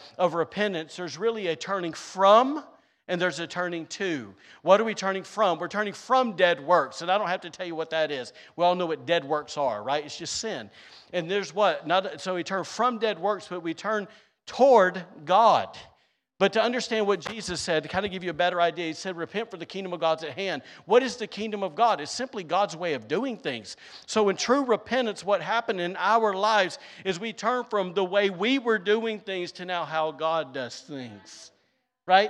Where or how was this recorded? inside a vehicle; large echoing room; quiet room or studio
large echoing room